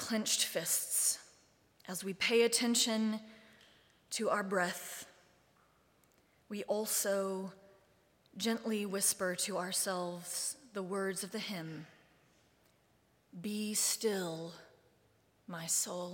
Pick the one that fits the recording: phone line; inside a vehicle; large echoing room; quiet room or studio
large echoing room